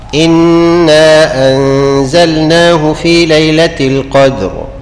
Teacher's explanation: عندك مثلا مديت المنفصل حركتين، إنا أنزلناه في ليلة القدر، وفخمت الراء في القدر عشان جاب لها فتح